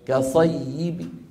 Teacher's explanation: نحذف التنوين ونقف ببعض الكسرة